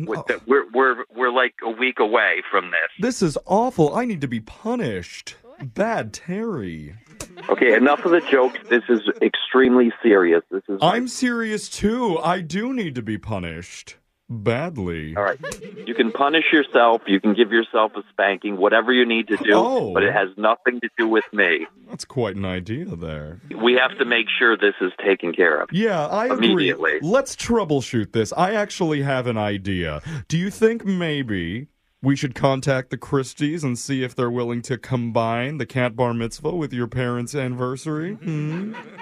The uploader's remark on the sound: Phone Tap.